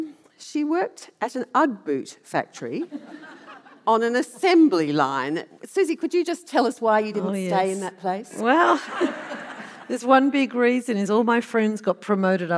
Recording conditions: live audience